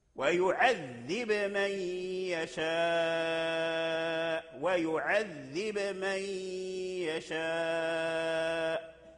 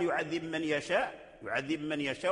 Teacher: وإذا أظهر الباء عند الميم لا بد من قلقلة الباء · Shown in: first take · لأن إذا لم يقلقل يدغم، عدم الإدغام يساوي عدم القلقلة يساوي الإدغام.